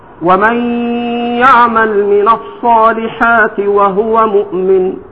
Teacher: أقوى ما يكون في ظهور مخرج العين إذا كانت ساكن